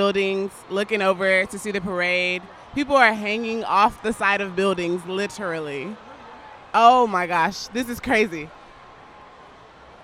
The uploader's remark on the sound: Capture the sounds Astros’ World Series championship parade. Fox 26's Live Coverage of the prade.